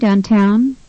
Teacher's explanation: the second syllable in the word downtown is stressed. In the answer, the first syllable is stressed.